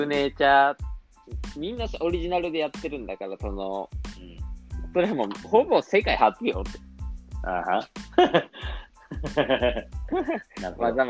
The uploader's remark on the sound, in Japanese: リモート収録